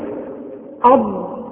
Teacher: الحرف الخامس عشر الضاد، وتخرج من إحدى حافتي اللسان مع ما يحاذيها من الأضراس العليا